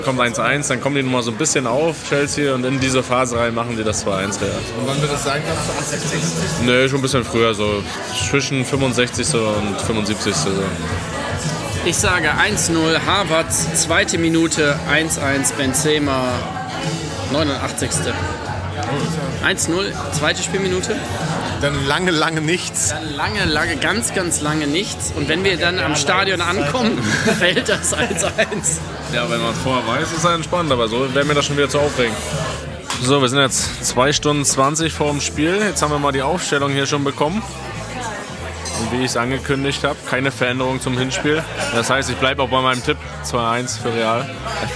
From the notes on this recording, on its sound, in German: Ins Herzen Englands nach London zum Rückspiel des Champions League Viertelfinals gegen den Chelsea FC. Auch wenn die zwei Sound-Nasen des Teams fehlen. Auf dem Weg zum Stadion und bekommen dabei sogar unverhoffte Unterstützung. Eine amtliche Sightseeing-Tour samt Pub, Wachwechsel und Big Ben.